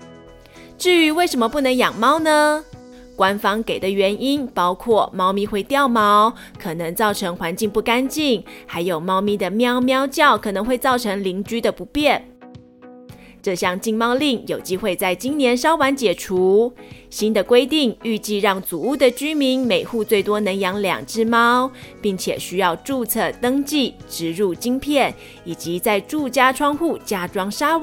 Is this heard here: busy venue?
no